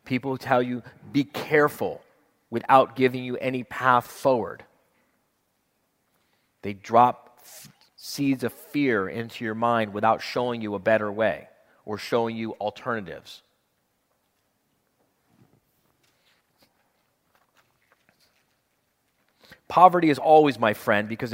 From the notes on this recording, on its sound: At one of his members-only Live Quarterly Meetings. This recording begins as we join a group of about 500 entrepreneurs who have flown in from all over the country.